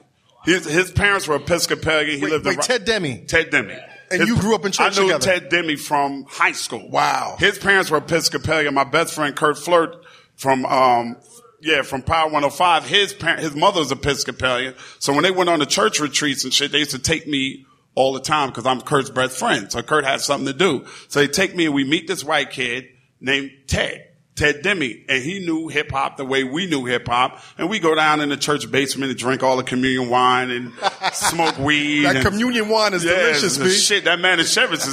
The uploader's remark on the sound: the live recording of The Combat Jack Show LIVE